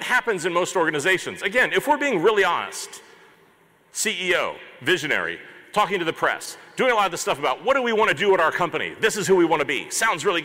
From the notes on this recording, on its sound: This episode is a replay of my main stage keynote from HOW Design Live 2019.